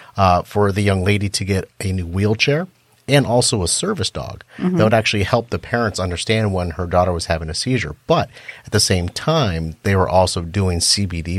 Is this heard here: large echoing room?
no